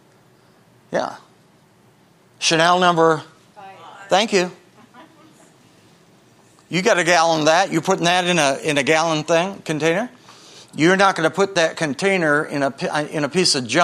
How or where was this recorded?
large echoing room